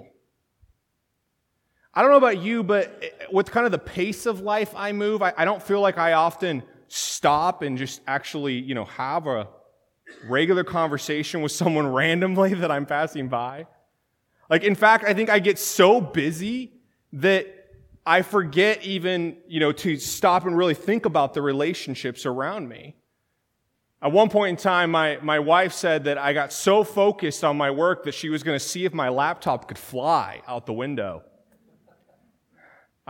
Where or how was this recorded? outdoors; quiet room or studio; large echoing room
large echoing room